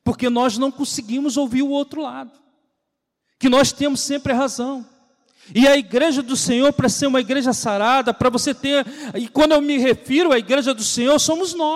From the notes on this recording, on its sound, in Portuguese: CULTO DE LOUVOR E PALAVRA AO VIVO